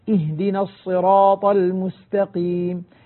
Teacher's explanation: لاحظ، اهدنا الصراط المستقيم، الهمزات تحقق بشكل جيد حتى تخرج من أقصى الحلق، وأيضا الصاد مفخمة والسين مرققة